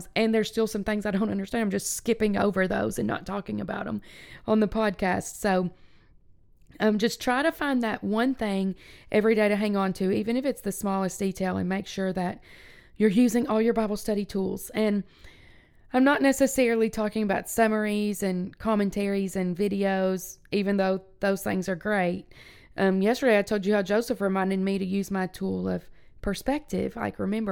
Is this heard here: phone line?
no